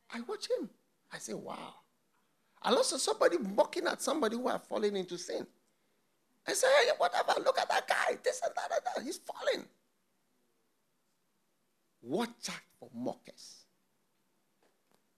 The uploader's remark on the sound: Preached at the FLOW Church Service.